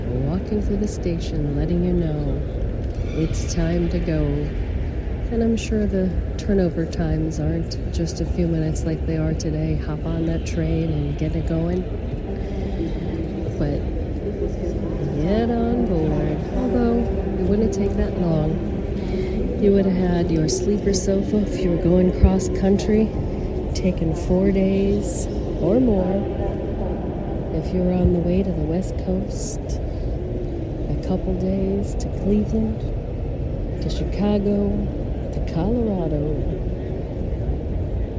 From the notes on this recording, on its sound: LIVE from 30th Street Station Philadelphia. At the Train Station in Philadelphia, Pennsylvania, USA. This is a special on location Walk and Talk of our Mindfulness Summer Tour 2022.